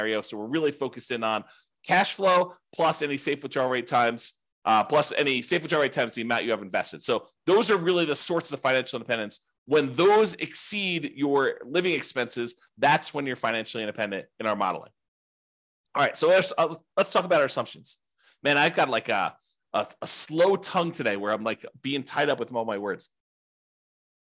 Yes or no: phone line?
no